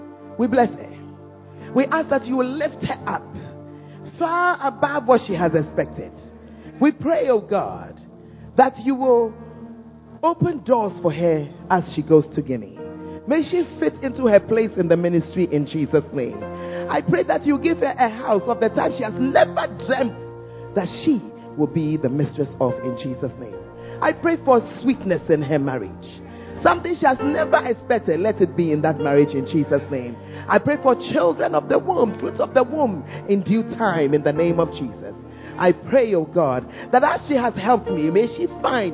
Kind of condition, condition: setting, large echoing room